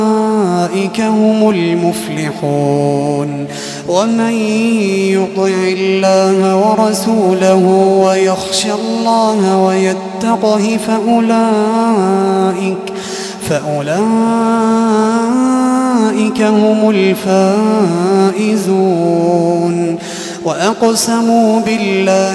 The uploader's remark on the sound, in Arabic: تسجيلات من صلاة التراويح لشهر رمضان عام 2016.